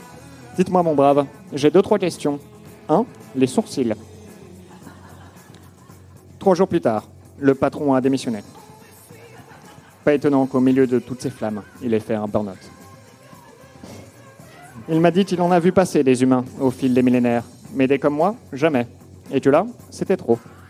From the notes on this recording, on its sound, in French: Enregistré en direct et en public à l'occasion de la soirée spéciale 100ème du One More Joke.